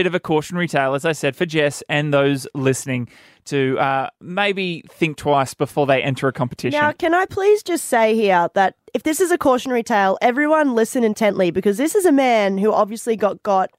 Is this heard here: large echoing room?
no